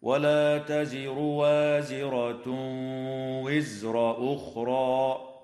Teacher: تفخم الراء وصلا وترقق وقفا في كلمة تزر وفي كلمة وزر، بينما تفخم في الحالين في كلمة وازرة وفي كلمة أخرى. ويجوز الوقف على كلمة أخرى من قبيل الوقف الحسن، هكذا: ولا تزر وازرة وزر أخرى.